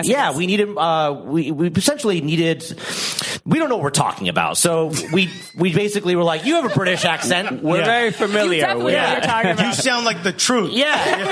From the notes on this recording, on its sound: Recorded live in front of a studio audience at the top of Madison Square Garden.